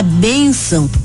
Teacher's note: A palavra bênção é paroxítona porque tem a penúltima sílaba tônica. A sílaba bem é pronunciada mais forte do que a sílaba são, porque é paroxítona.